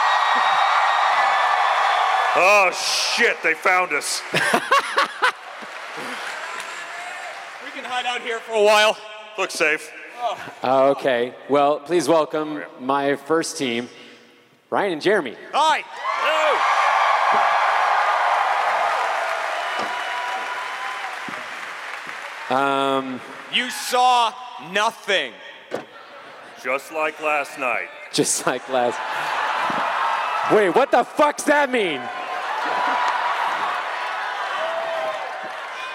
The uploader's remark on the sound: RTX 2019 Live! A mind-bending, genre-jumping live comedy extravaganza.